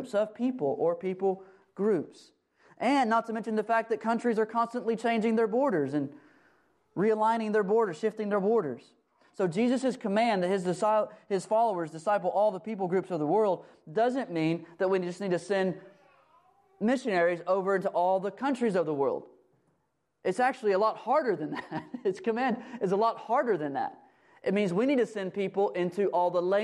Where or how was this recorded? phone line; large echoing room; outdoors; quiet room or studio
large echoing room